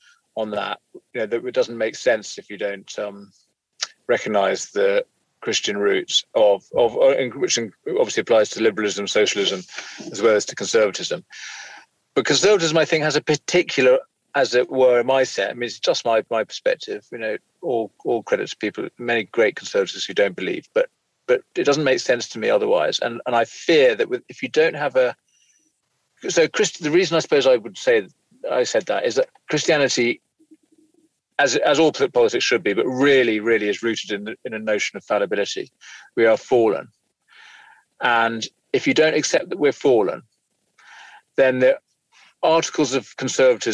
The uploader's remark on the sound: you may hear a faint ticking noise from his indicator.